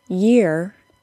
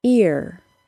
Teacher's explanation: The tongue begins higher for the word year, Y-E-A-R, than it does for the word ear, E-A-R.